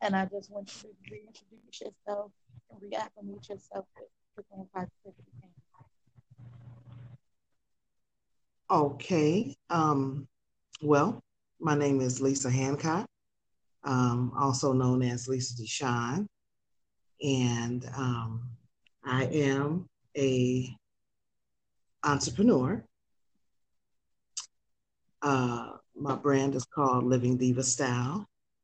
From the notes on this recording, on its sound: Please excuse us for our technical difficulties.